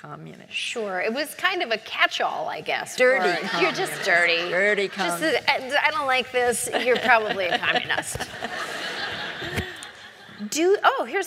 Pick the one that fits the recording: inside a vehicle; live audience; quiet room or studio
live audience